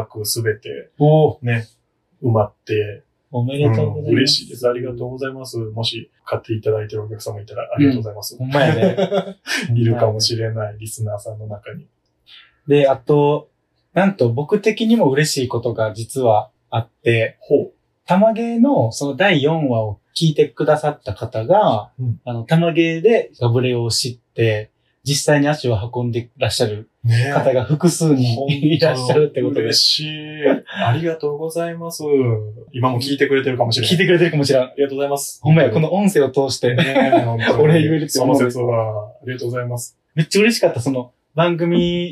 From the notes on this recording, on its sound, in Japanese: 音声がこもっており